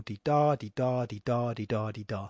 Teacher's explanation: it's an unstressed syllable followed by a stressed syllable, di da, di da, di da, di da, di da. · Term: iambic pentameter